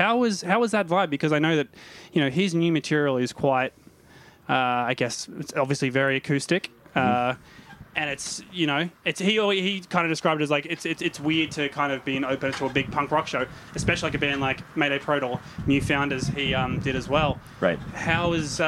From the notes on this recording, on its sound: Good Things Festival 2018. We were backstage at Good Things Festival in Sydney this month.